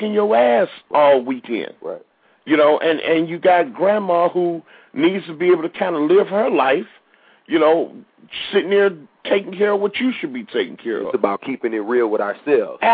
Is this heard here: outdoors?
no